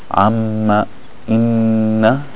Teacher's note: If it has a shadda, amma, inna, you hear a lot more nasal.